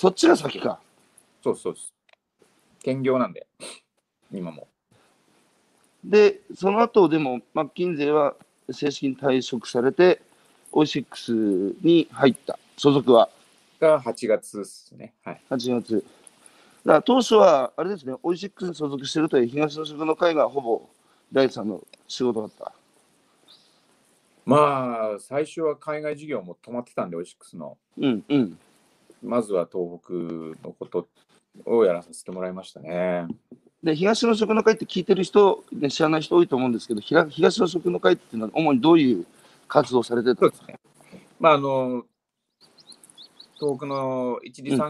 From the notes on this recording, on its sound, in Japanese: 歩きながら1時間、対談する